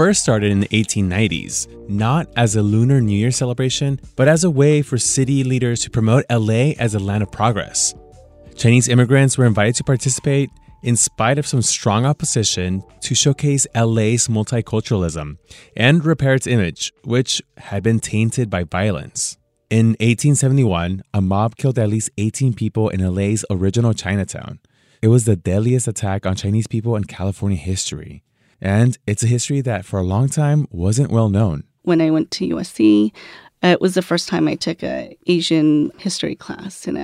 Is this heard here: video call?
no